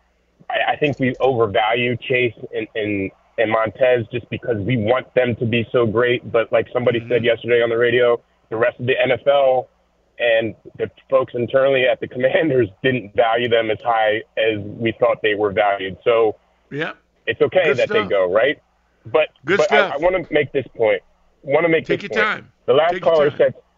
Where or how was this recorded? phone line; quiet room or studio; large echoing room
phone line